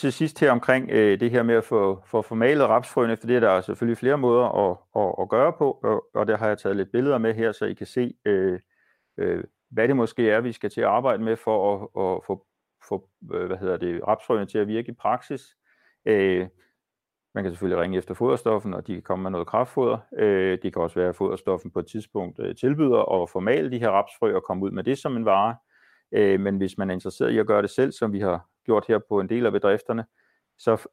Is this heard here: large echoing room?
no